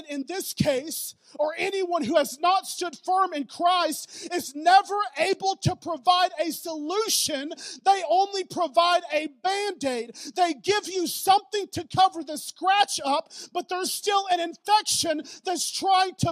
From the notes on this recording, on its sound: Preached at Newport City Church.